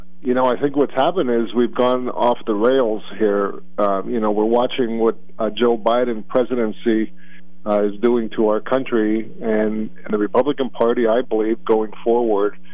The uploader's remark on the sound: Then open phones. Then host open phones.